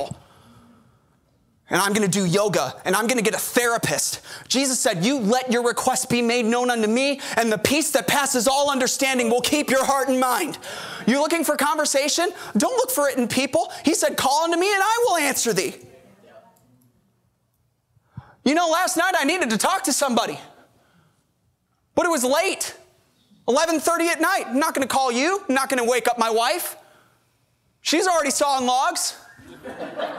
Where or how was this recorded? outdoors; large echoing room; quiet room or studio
large echoing room